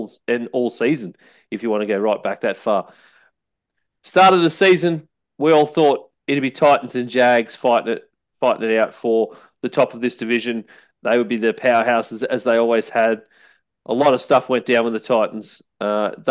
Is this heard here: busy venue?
no